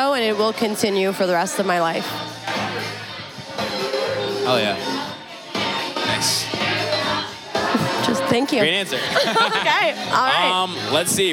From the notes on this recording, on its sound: Kinfolk 90 in Brooklyn, NY. Basslines & Banter is a visual podcast that is recorded live at the party which shares the same name.